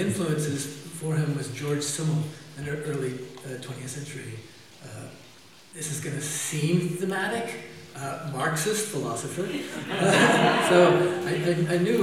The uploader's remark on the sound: best quality audio available